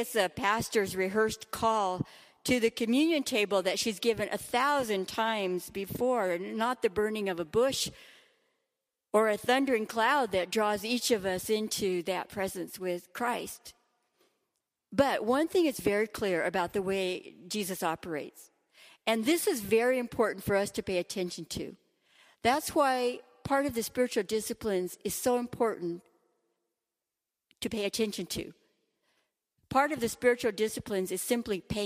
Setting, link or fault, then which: setting, large echoing room